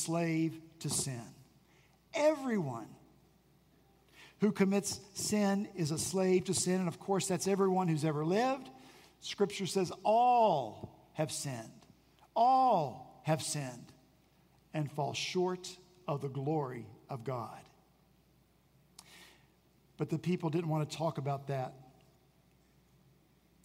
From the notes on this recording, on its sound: At Redeemer Presbyterian Church in Charleston, SC